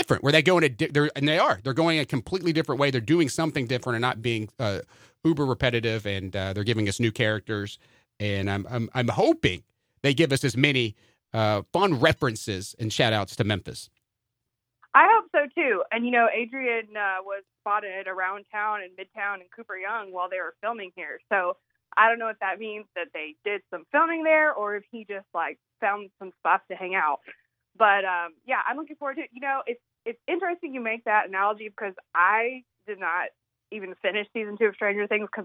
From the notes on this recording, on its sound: call in for an update